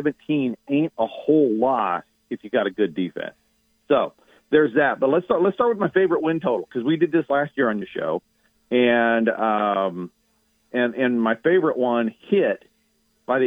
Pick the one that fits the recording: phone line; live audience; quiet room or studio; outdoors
phone line